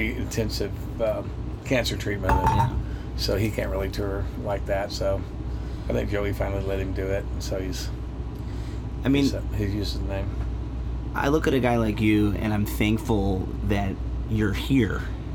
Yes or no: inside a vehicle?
yes